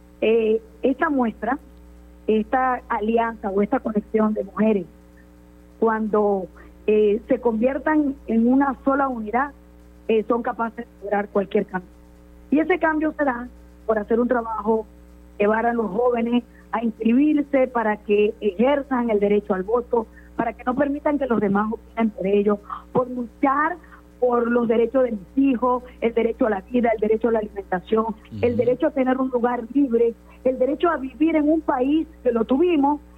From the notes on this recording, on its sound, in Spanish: En el programa de hoy sostuvimos una charla telefónica con la primera dama del estado Zulia.